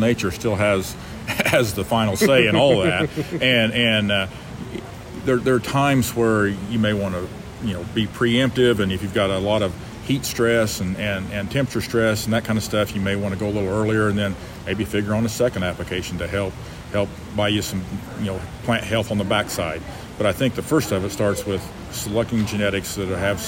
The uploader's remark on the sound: live at the Tar Spot Summit, hosted by AgReliant Genetics near Indianapolis, IN this week